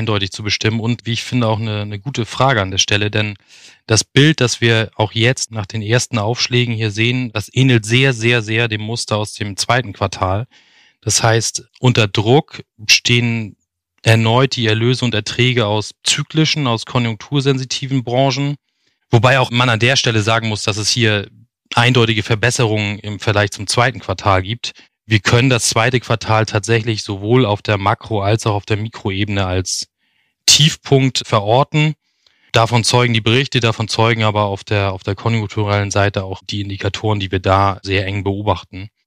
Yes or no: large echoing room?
no